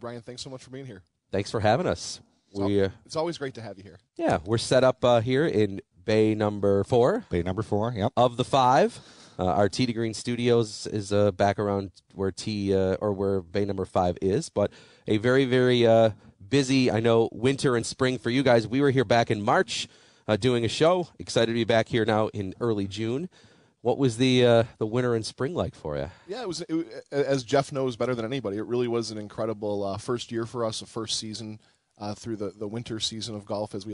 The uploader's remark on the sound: Live from The Golf Dojo.